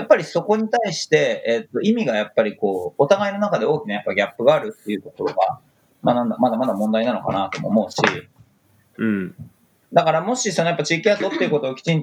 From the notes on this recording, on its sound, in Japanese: 平日の朝、それぞれのSoloランニングから帰宅したメンバーとオンラインスタジオで集い、「はじまりの時間」をシェアするエピソードを収録！平日朝8時の収録のFacebookライブ配信をはじめました！